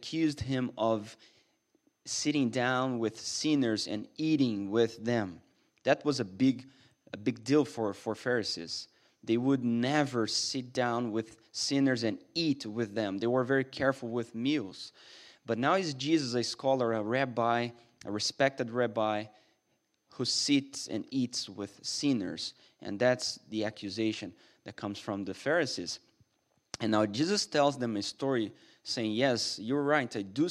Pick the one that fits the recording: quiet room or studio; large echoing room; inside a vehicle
large echoing room